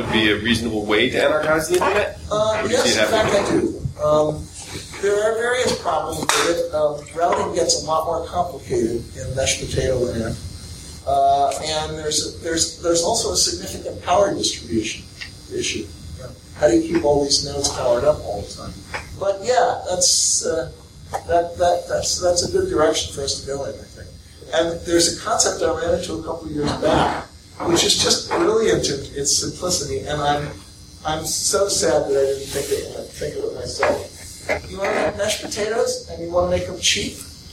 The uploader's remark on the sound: a talk recorded at the Central Philadelphia Linux Users Group